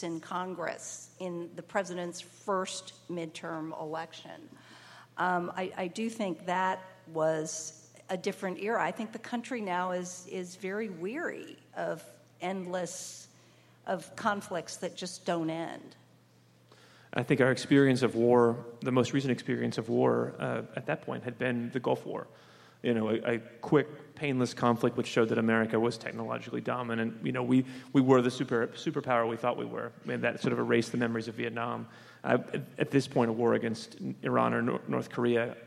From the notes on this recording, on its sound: Live on stage at Washington, DC's Warner Theatre.